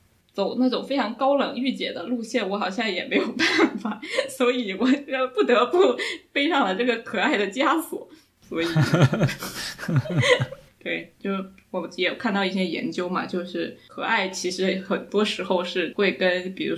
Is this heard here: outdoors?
no